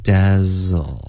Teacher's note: 不应该爆破，OK，是一个摩擦音